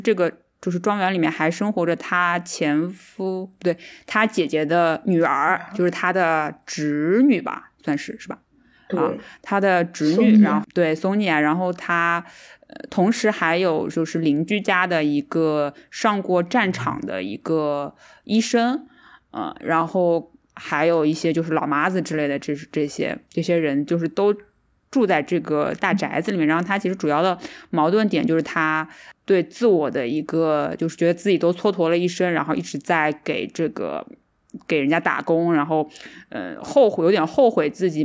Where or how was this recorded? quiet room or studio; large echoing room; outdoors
quiet room or studio